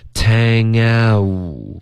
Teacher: 你要结尾嘟嘴，OK，是一个双元音